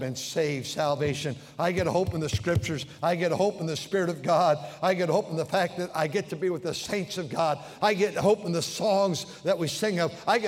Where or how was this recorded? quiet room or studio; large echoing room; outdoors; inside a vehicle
large echoing room